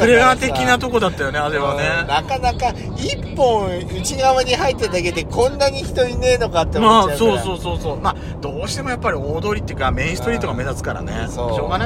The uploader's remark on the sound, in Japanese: ドスドライブ収録。ロードノイズゴメンね。遠征レポート栃木。